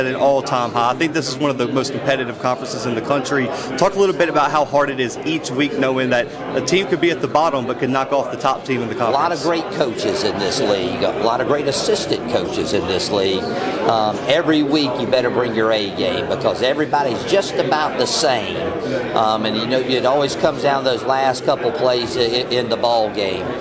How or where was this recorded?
busy venue